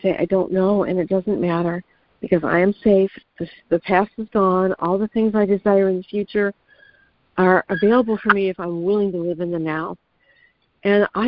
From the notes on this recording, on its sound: ACIM Daily Conference Call